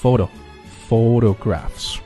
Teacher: 重音在第一个音节啊，它的第二个音节 photo,这个它读得很轻啊